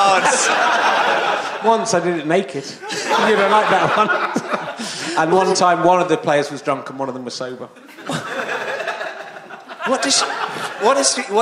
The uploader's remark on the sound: it's at the Machynlleth Comedy Festival in Wales and is at the packed Y Tabernacle.